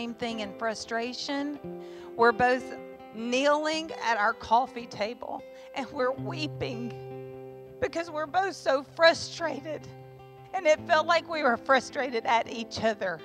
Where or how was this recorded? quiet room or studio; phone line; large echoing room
large echoing room